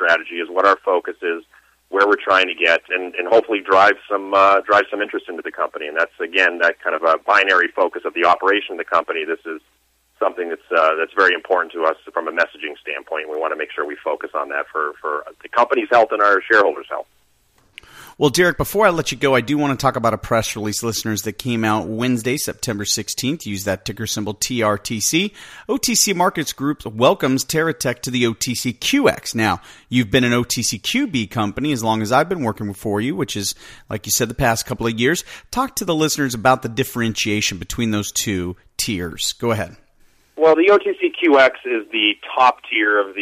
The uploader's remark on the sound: called in to SmallCapVoice